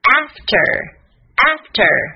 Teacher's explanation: 发音 T 的发音 T， ER 注意卷舌 After After 重音在第一个音节。